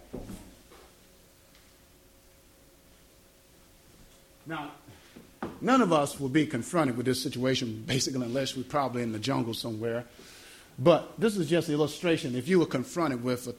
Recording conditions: live audience